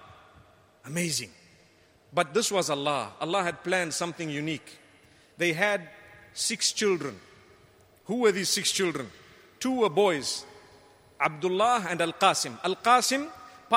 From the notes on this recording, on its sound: Delivered at Tuanku Mizan Zainal Abidin Musjid